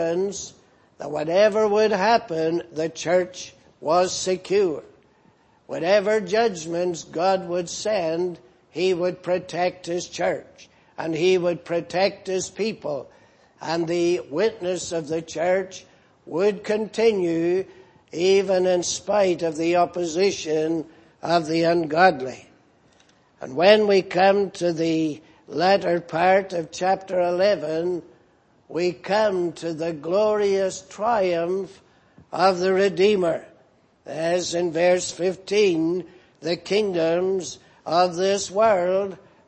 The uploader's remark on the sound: Preached in Grafton. At the Lord's Day Morning service on 18th November, 2018.